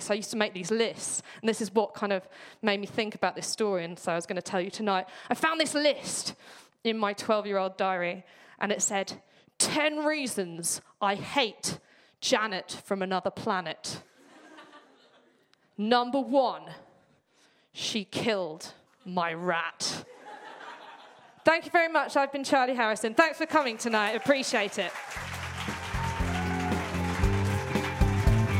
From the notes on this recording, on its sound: podcasts recorded at the Stand Up Tragedy night that took place at The Hackney Attic on May 17th